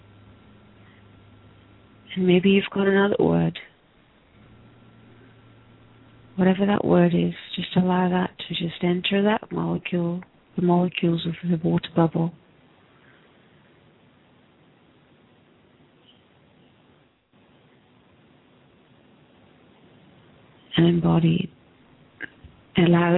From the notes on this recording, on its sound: Takes your calls for healing live today!